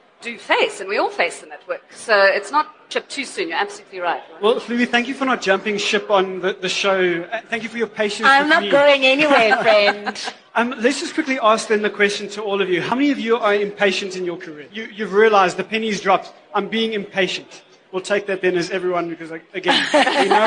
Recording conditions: live audience